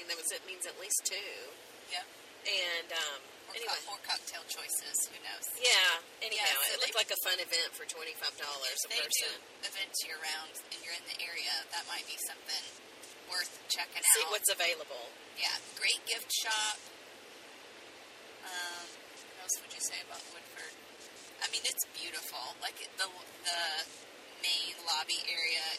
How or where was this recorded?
inside a vehicle